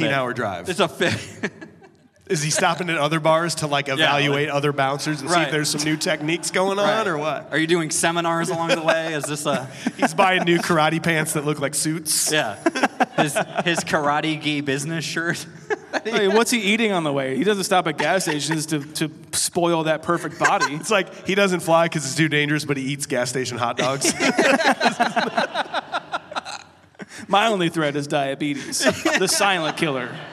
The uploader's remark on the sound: We’re headed to Cedar Ridge Distillery for our first ever live show featuring Road House! It’s time for Road House LIVE!